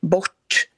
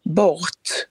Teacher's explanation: supradental, som är att man drar ihop R med till exempel T eller D som kommer efter · Shown in: first take · så det blir bort istället för bort, som man skulle sagt i skånskan.